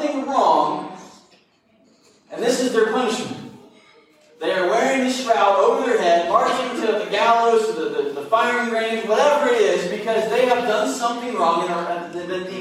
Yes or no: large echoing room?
yes